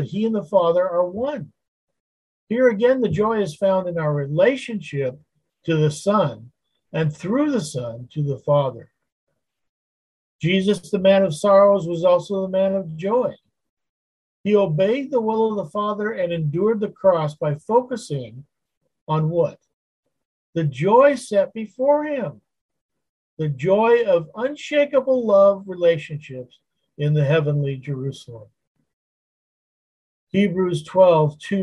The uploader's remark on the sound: Wednesday Zoom study